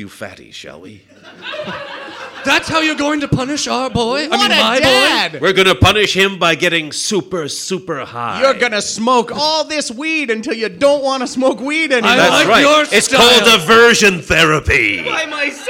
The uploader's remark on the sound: It's our first live episode! We come to terms with actually having an audience.